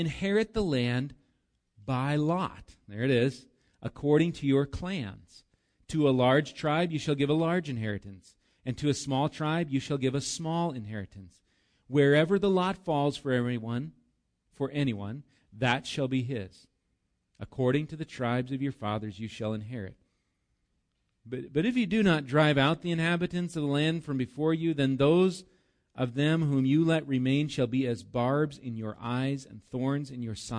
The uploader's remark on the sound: Recorded live at Bethany Bible Church